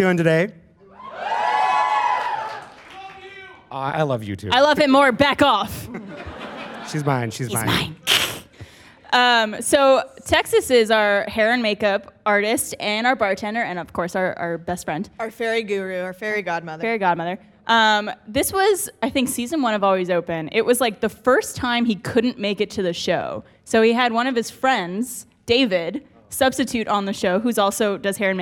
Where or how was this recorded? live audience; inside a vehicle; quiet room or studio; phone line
live audience